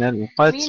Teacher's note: رقق التاء وخليها ساكنة